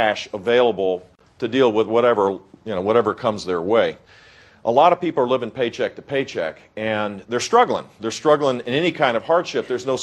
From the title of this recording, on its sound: Republican Town Hall, South Carolina